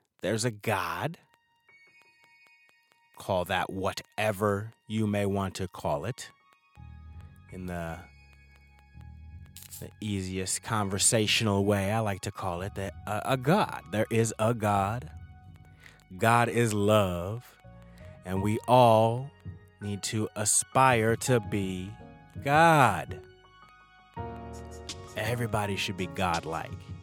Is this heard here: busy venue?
no